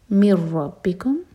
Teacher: ادغام بغیر غنہ کے تو نون کا ساؤنڈ بالکل نہیں آئے گا